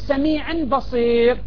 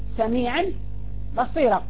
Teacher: هذا مد عوض يقف عليه بالألف لا يقف عليه بالسكون · Shown in: second take